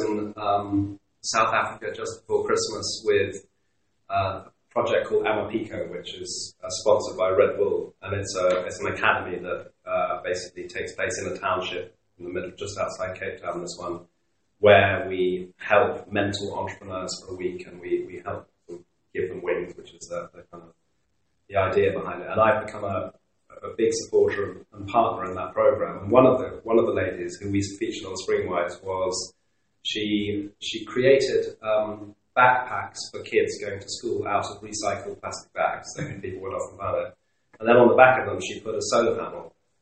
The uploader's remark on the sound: Went to the offices of eNova Partnership. Apologies for the poor sound quality in this episode.